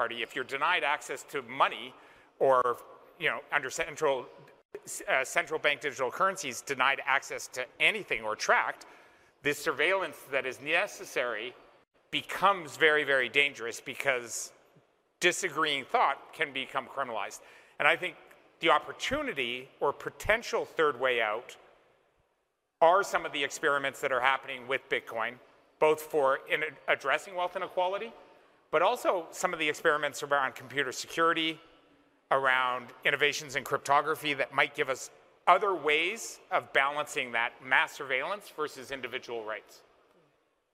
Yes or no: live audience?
yes